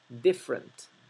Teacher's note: La primera E de la palabra different se omite, no se pronuncia, es muda.